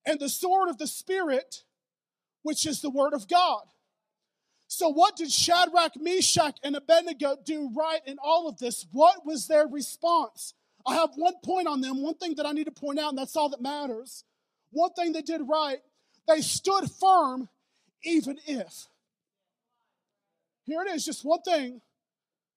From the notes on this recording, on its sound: Preached at Newport City Church.